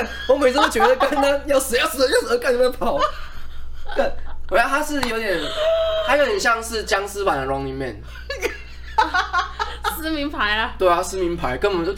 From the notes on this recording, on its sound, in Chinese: 這集還是有雜音請見諒